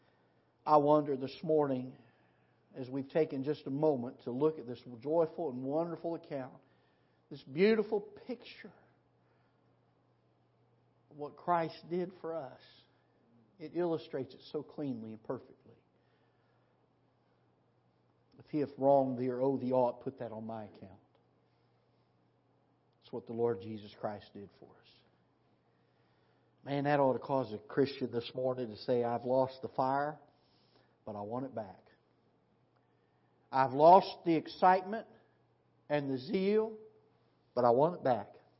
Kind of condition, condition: setting, large echoing room